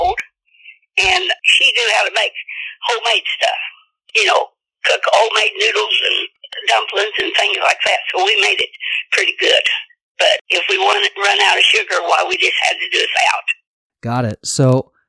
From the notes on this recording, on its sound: quick phone interview